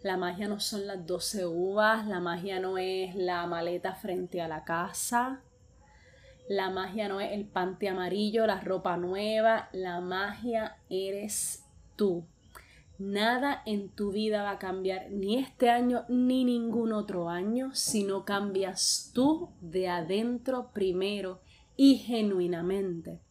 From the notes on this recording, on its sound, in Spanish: Justo acabo de grabar este audio so puede que escuches petardos, y veinte vainas que andas explotando por mi casa.